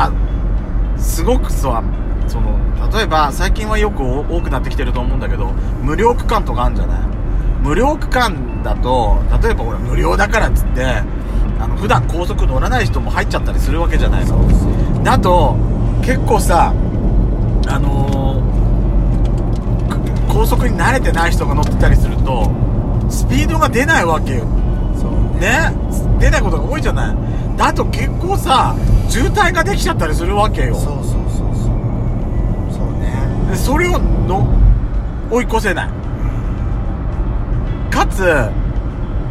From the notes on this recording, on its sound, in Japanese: ドスドライブ収録。ロードノイズゴメンね。高速道路。